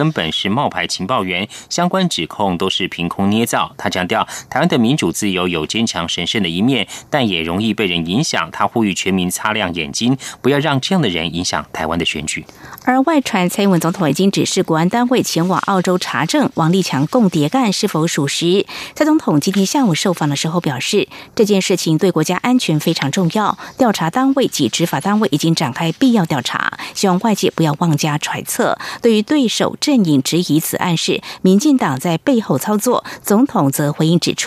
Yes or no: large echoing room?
no